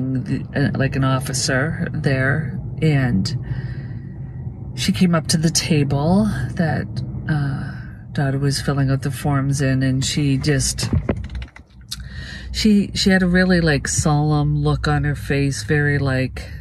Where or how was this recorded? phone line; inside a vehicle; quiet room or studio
inside a vehicle